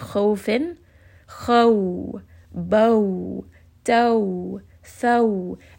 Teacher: you have the fatha and then you're kind of sloping down into the waw or into the ya. So there is that sense of ease, of gentleness. · Term: waw lin